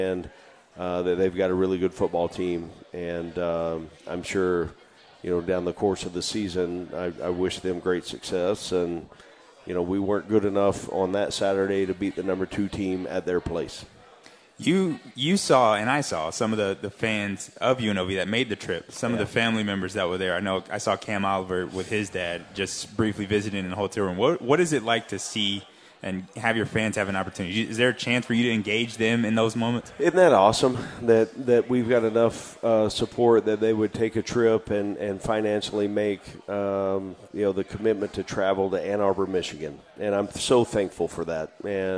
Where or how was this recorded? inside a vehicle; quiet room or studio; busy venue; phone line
busy venue